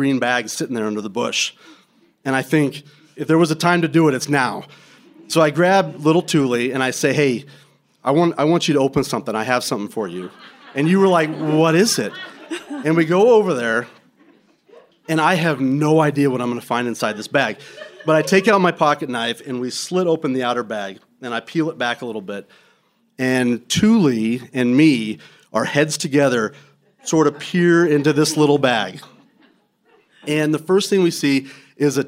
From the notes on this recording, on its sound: Recorded January 2023 at Louisville Underground.